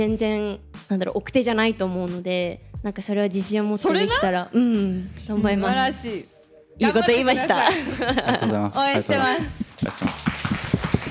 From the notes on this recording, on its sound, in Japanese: 今回は「公開収録」の様子をお届け。Discordコミュニティから集まった精鋭メンバーとの、初イベントの様子は…！